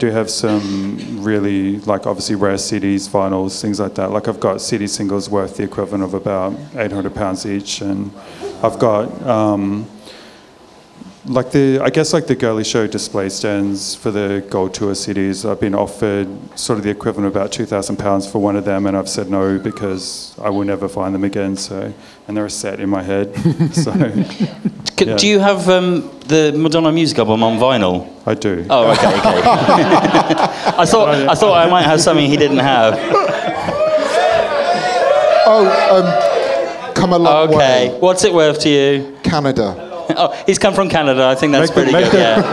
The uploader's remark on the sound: Recorded at the RVT on 21 October 2023. Joined by special guests on the stage and with a live link up to New York and LA.